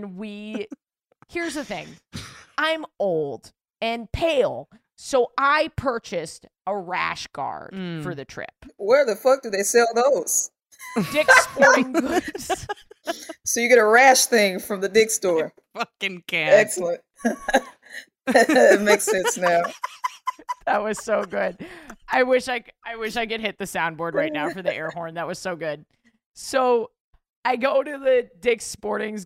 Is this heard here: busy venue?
no